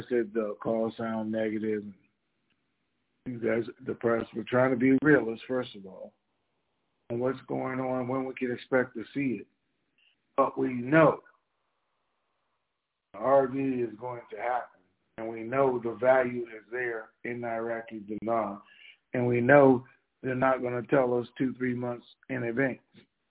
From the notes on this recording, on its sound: TNTSuperfantastic Conference Call